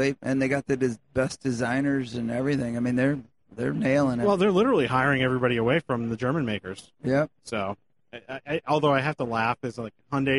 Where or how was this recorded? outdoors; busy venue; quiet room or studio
busy venue